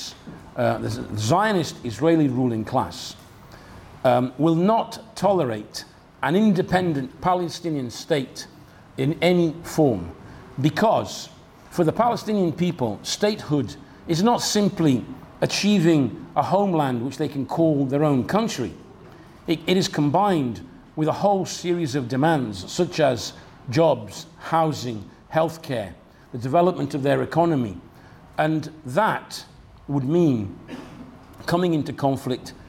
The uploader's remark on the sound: talk from Revolution Festival 2019